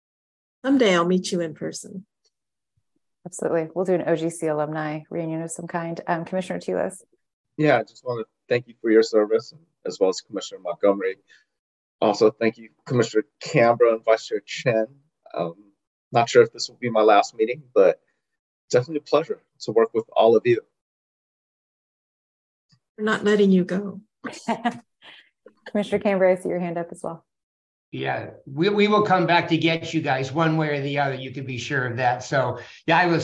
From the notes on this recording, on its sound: Open Government Commission Meeting - ZOOM.